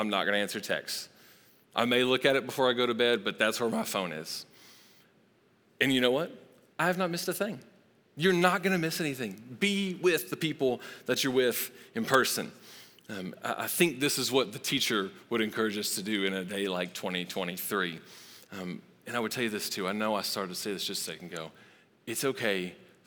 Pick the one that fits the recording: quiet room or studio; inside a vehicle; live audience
live audience